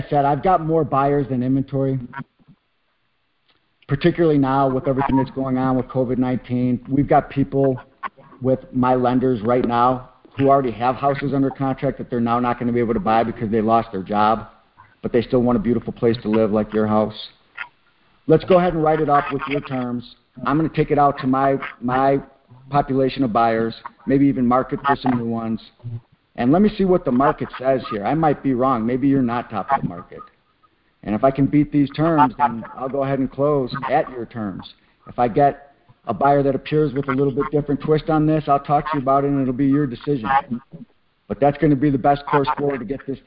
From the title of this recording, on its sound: Gold Club Q&A Call